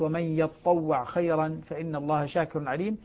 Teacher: فأدغمت التاء في الطاء من باب الإدغام متجانسين فأصبحت ومن يتطوع خيرا فإن الله شاكر عليم.